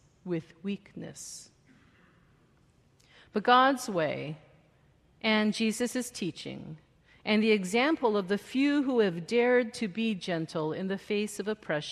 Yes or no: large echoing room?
yes